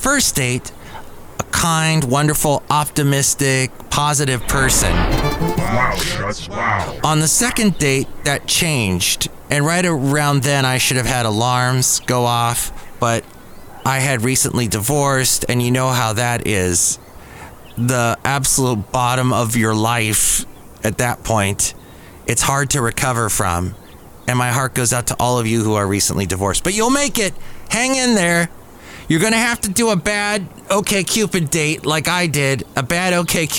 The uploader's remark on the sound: podcasts live from Café Anyway